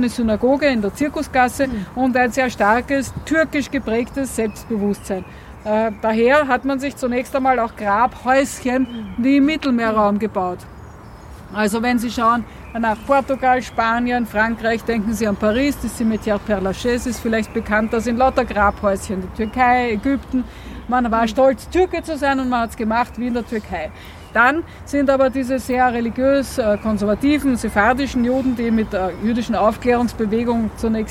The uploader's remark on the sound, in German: Ist nun die gesamte aufgenommene Führung durch den jüdischen Friedhof Währing in Wien.